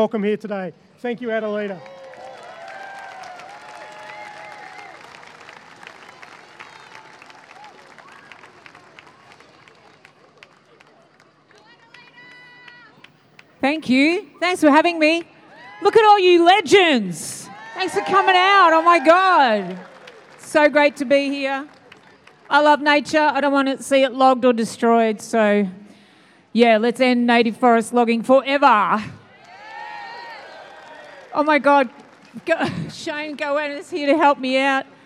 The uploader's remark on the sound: At the Mothers For Climate Justice event outside NGV Sat 19 Aug.